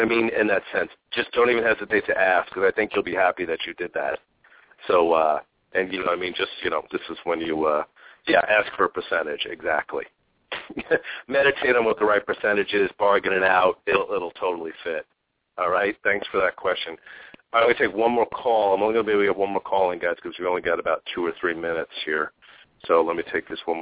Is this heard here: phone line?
yes